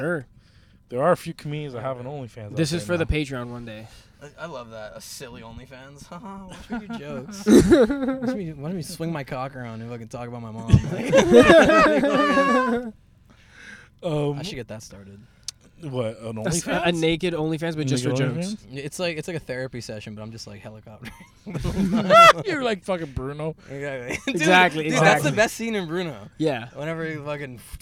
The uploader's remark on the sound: We are in the car. Recorded at Thank You Miami.